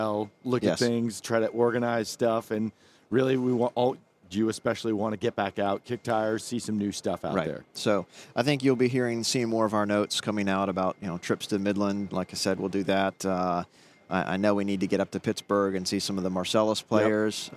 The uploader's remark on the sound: On the Road at NAPE 2022